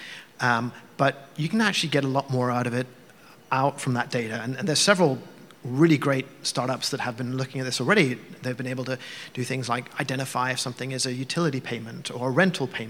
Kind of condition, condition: setting, live audience